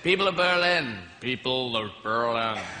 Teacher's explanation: Notice how his voice moves back in his throat and down in his chest when he's imitating the American accent. This throaty quality is an essential characteristic.